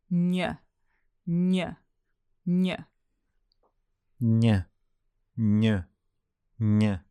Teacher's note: you're saying the N sound, but again, keeping the tongue flat against the top of the mouth and sliding it forward. Ny, ny, ny. · Term: GN combo